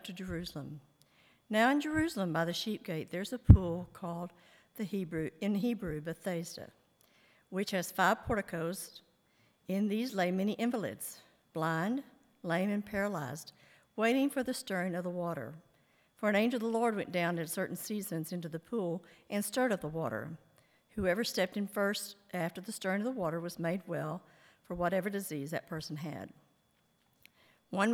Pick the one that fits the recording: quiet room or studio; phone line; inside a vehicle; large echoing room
large echoing room